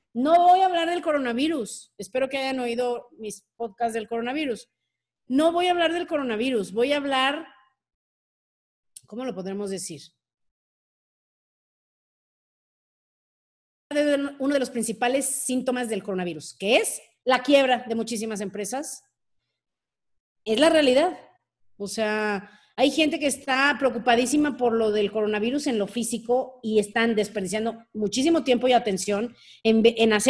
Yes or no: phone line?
no